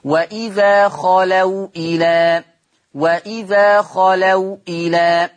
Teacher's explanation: لما قرات المثال الاولاني واذا خلوا الى، شوف الواو ساكنه محتفظه بالسكون بتاعها